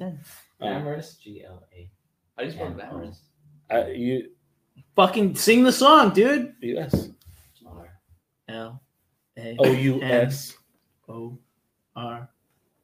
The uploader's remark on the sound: WE APOLOGIZE FOR THE AUDIO… some malfunctions but thankfully we were able to get the back up audio.